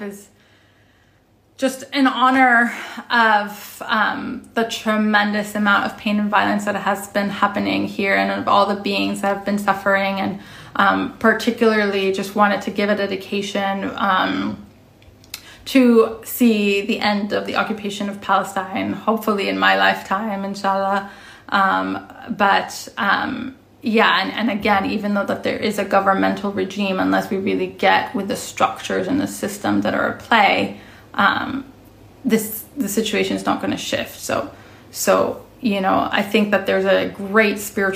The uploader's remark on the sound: Originally appeared as an Instagram Live on June 13, 2021